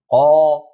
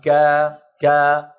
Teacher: في القاف والكاف، لكن القاف مستعلية ففيها رجوع للسان المزمار، وفيها تصعد للصوت إلى أعلى · Shown in: first take